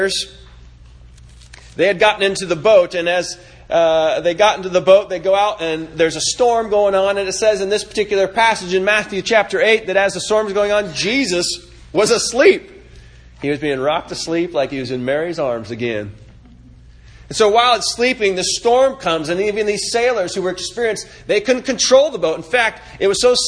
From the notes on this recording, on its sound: This sermon was delivered September 23, 2018 at the Four Oaks Advent Christian Church revival service